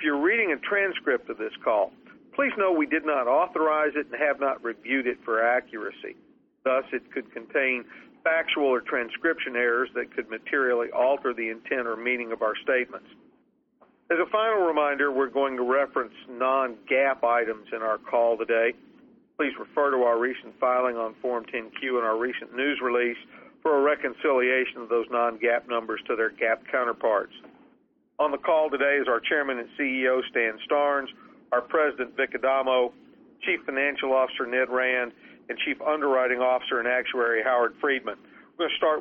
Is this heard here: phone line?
yes